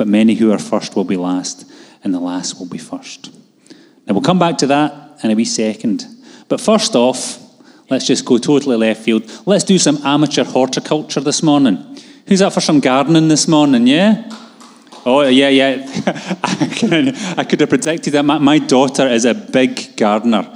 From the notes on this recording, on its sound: Live from our Sunday gathering on 30/10/22